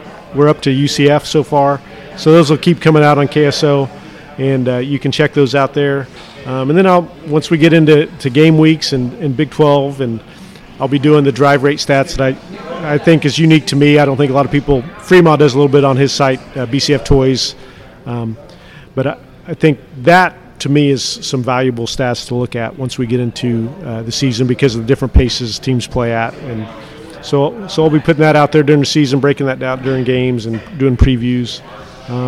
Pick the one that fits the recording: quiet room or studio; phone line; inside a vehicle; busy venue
busy venue